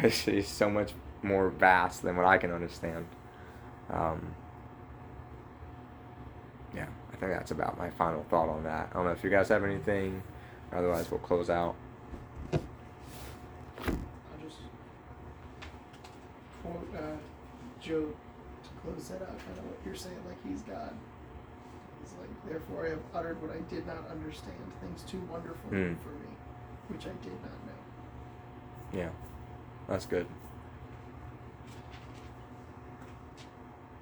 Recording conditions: poor sound quality